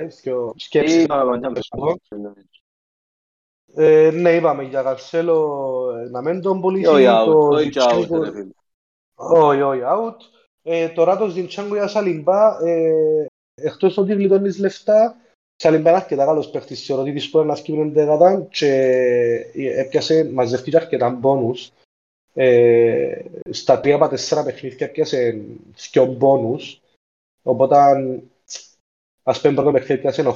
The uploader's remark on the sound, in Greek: Live συζήτηση στο discord του FPL Cyprus